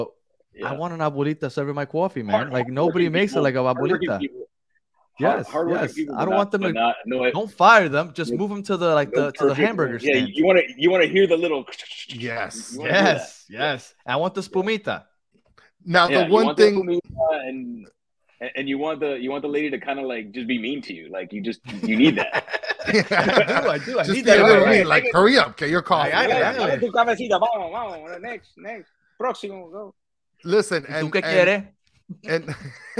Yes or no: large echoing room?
no